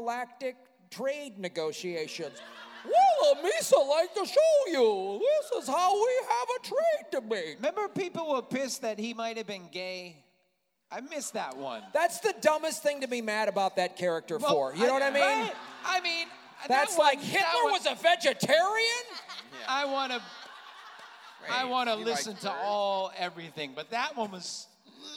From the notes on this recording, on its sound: Live From LA Podfest. Recorded in front of a live audience at the 2017 LA Podcast Festival.